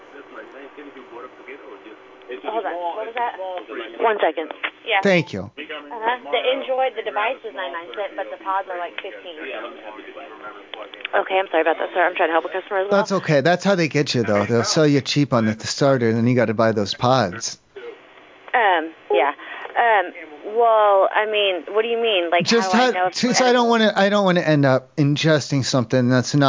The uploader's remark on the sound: This show contained prank telephone calls.